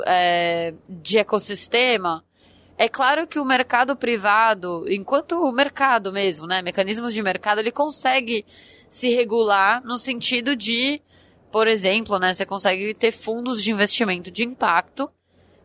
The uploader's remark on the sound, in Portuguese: Episódio gravado no evento "SEBRAE/ESX - ESPÍRITO SANTO INNOVATION EXPERIENCE".